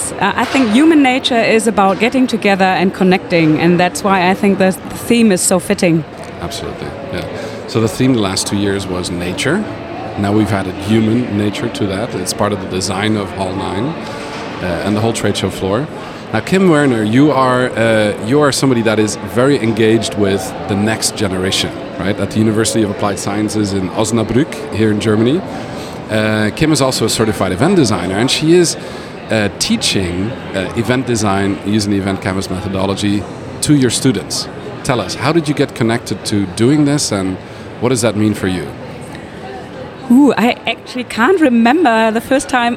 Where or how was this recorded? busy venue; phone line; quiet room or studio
busy venue